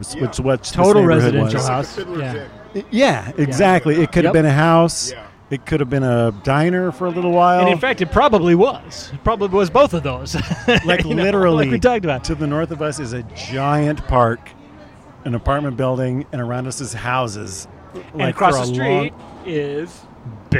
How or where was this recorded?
busy venue